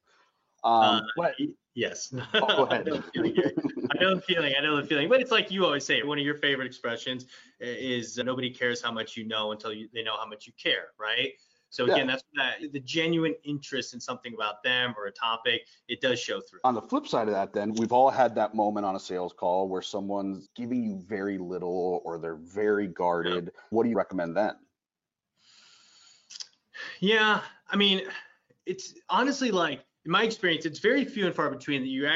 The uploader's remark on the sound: we're bringing you the audio from a previous webinar